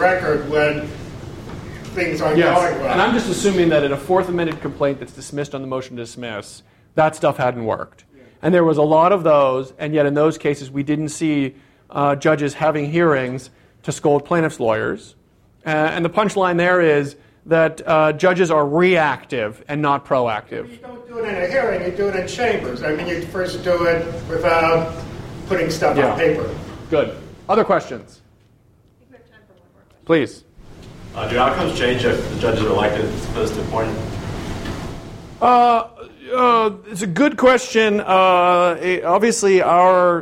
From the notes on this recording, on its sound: This talk was recorded on April 15, 2014, as part of the Chicago's Best Ideas lecture series